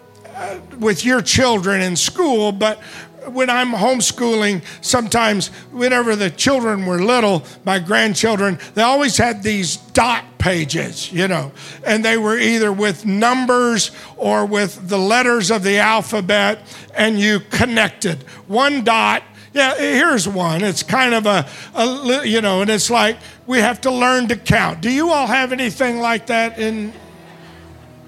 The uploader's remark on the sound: Preached at Deep Calleth Deep Conference 23, 5 Dec Evening Service